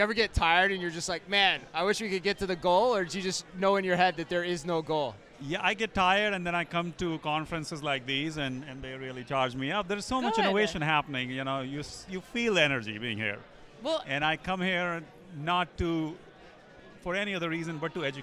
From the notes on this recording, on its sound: Live From eTail.